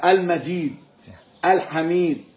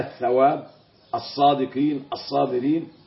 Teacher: فتختفي اللام تماما لا تظهر اللام · Shown in: second take · Term: اللام الشمسية